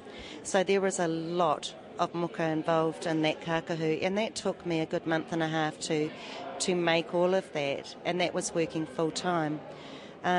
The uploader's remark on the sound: during a panel discussion at Call of Taranaki: Reo Karanga o Taranaki exhibition at Puke Ariki Museum.